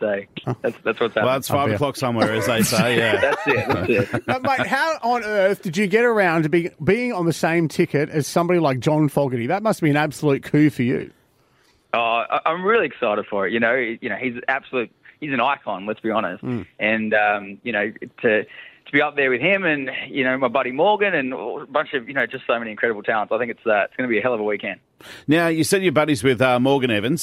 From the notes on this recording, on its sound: on the phone from Nashville